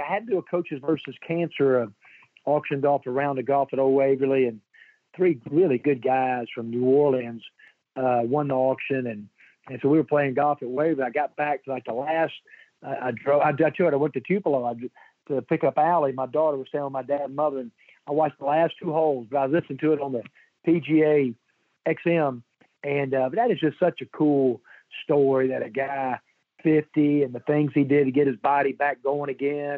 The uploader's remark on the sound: From Hoover, site of the SEC Tournament. Joins on the Modern Woodmen phone line.